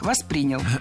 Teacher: Правильный вариант – «воспринял». Ударение в глаголе ставим на второй слог. «Воспринял».